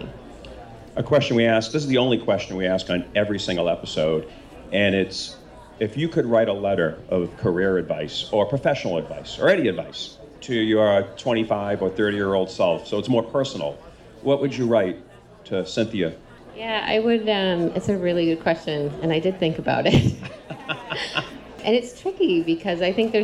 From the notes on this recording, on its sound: Part one in a series from NEHRA's annual conference, 2019! NEHRA's HR Live event.